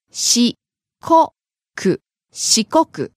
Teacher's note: Starting low, rising on the second syllable.